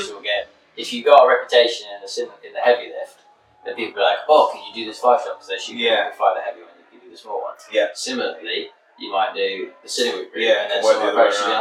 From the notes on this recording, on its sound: Less than ideal audio. Sit down with a few beers.